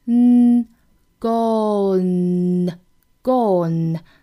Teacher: 舌尖抵上齿龈是一个 n 的发音 · Term: 前鼻音 n